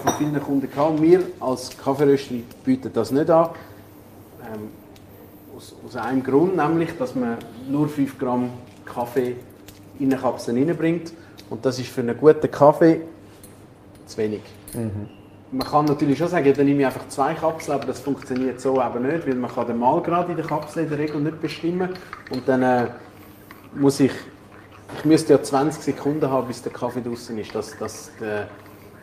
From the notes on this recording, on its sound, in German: Audio-Mitschnitt unserer monatlichen Live-Show direkt aus dem Barber Shop Einsiedeln